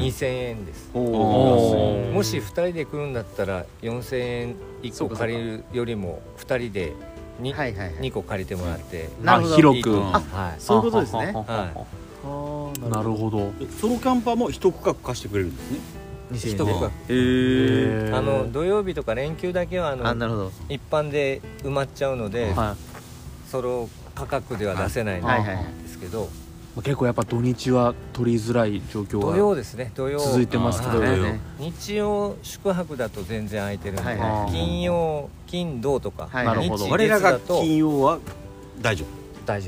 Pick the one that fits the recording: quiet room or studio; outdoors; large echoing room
outdoors